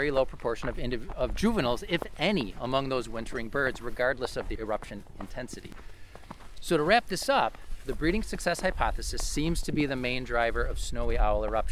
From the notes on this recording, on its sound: This episode was recorded on February 1, 2021 in Buffalo, NY at the Erie Basin Marina (part 1) and Tifft Nature Preserve (part 2).